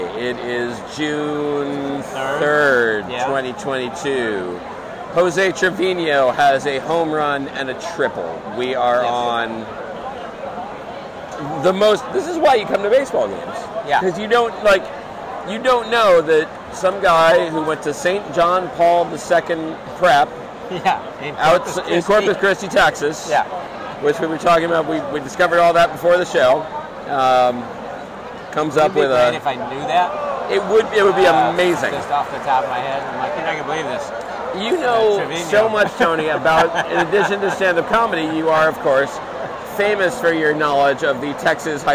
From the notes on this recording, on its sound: It’s been a real boon to the New York baseball teams to have us recording at their games.